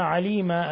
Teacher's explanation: الوقف على تنوين الفتح بالألف دون زيادة عن حركتين لأنه مد عوض